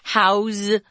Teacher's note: If you use house as a verb, notice that the pronunciation changes. I'm not saying house with an S. I'm saying house with a Z.